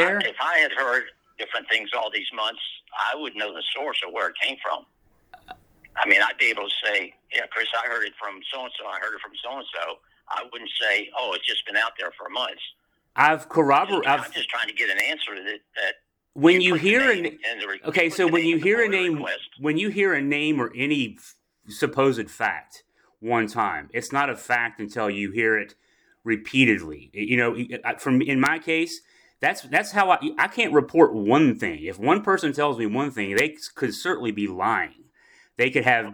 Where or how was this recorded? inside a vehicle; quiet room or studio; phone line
phone line